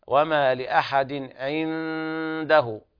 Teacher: إخفاء حقيقي لوقوع الدال بعد النون الساكنة